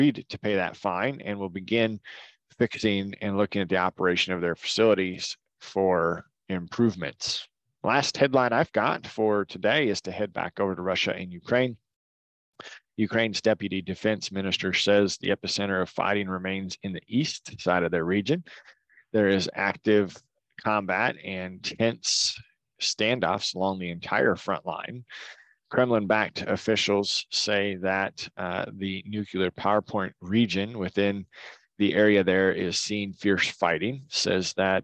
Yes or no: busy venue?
no